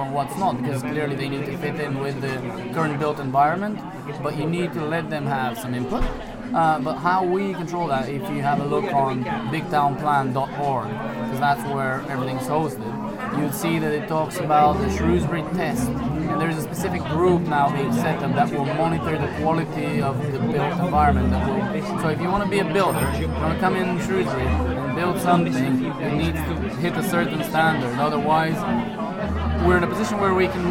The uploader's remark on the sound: THIS EPISODE FEATURES 2 INTERVIEWS. BOTH INTERVIEWS ARE SET IN BUSY CAFES, WHICH IS A SOUND I REALLY LIKE. RECORDED AT BIRDS NEST CAFE SITUATED IN THE MARKET HALL.